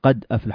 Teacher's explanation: القاف في قد هذه حركة، قال حركتين، قائل هذه أربع · Term: المد المتصل